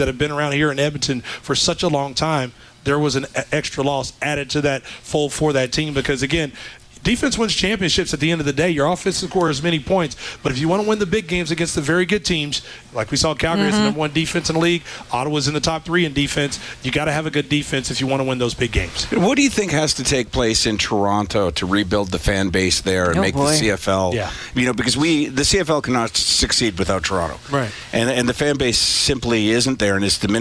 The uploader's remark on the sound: broadcast live from the 630 CHED Information Centre at the 2018 Grey Cup Festival